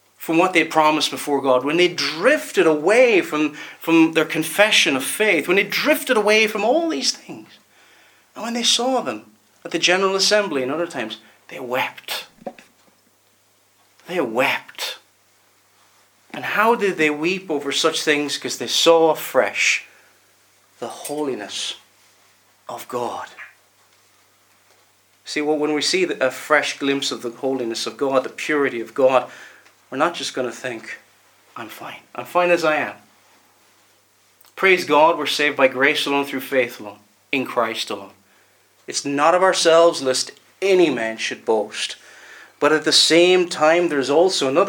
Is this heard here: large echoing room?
yes